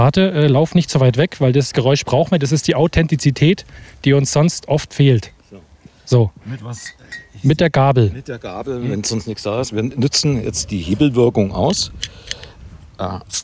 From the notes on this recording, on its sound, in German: Und alles live! Wir haben ihn in seinem Garten besucht. Außerdem dabei: Ketchup am Mikrofonkabel, allerhand Qualm aus dem Grill, Schlüsselgeklapper und Vogelgezwitscher.